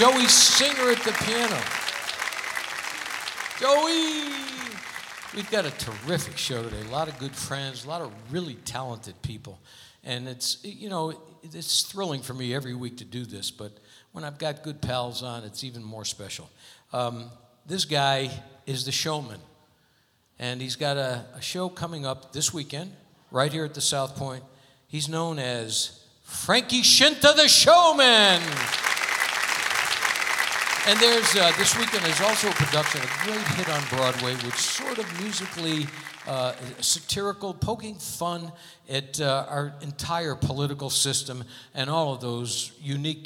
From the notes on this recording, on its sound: Live at the SouthPoint Casino